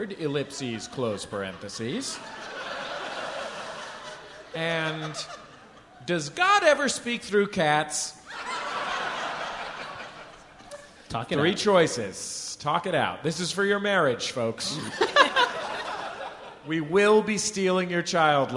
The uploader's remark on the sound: Live from Washington, D.C. Austin, Texas.